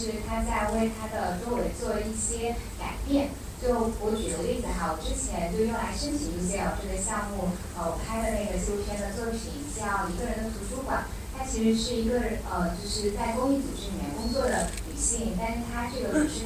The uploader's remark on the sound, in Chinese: 一起在伦敦大学学院（UCL）举办了一场对谈。当天的活动来了100多名听众。还邀请了很多现场创作者分享了他们的项目。颇有"谐星聊天会"的现场感。